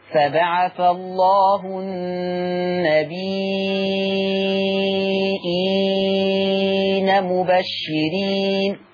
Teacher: لما ورش يحط للنبيين همزة فيبقى الكلمة فيها متصل تتمد ستة النبي كده متصل ستة والبدل إين أربعة.